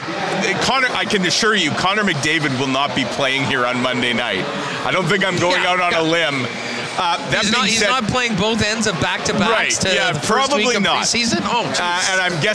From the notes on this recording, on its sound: WST LIVE at Fan Fest 2023. They are live from the hockey for all centre for Day 3 of Winnipeg Jets Training Camp for Winnipeg Jets fan fest.